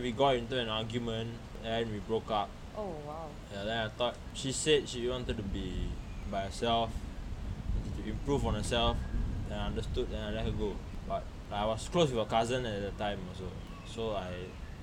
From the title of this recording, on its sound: First podcast and we are outdoors ?!